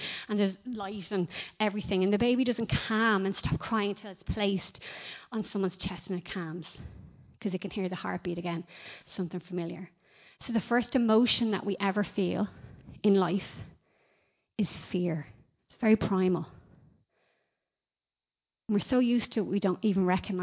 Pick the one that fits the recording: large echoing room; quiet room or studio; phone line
large echoing room